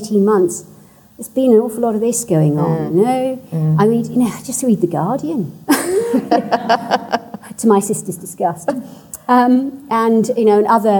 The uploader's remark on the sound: at the 2021 Marlborough Book Festival